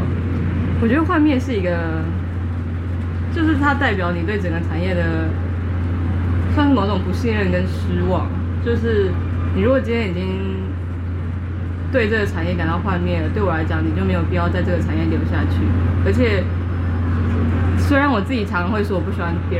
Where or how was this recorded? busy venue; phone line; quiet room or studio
busy venue